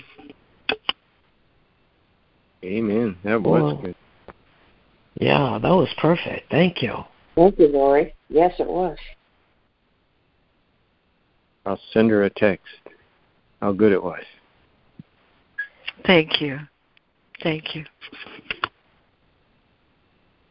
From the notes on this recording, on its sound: ACIM Daily Conference Call.